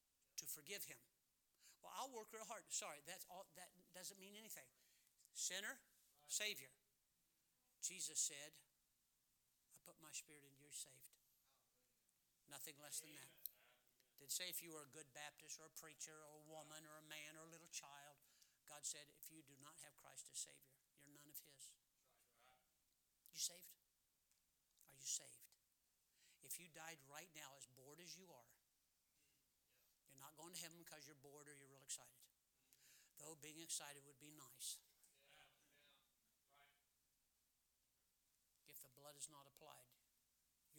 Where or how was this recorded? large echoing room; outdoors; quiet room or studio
large echoing room